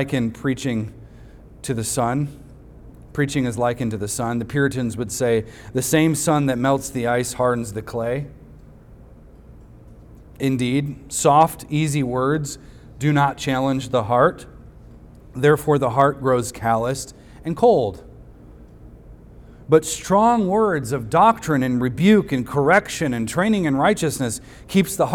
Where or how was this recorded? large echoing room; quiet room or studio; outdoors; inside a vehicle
large echoing room